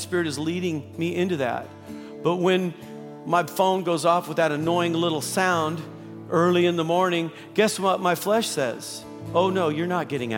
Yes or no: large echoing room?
yes